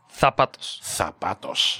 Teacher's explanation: With a TH sound, like a TH sound in the English word thank.